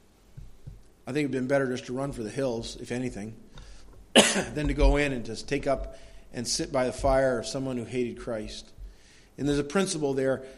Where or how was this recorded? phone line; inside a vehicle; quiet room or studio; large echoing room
large echoing room